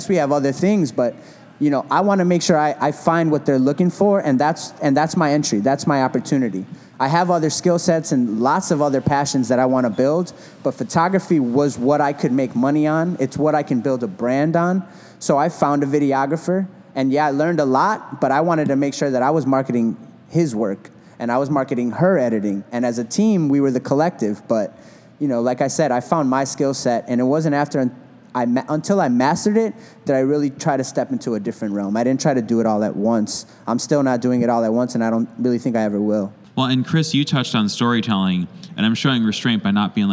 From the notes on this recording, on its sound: At a panel recorded at Chicago Athletic Association Hotel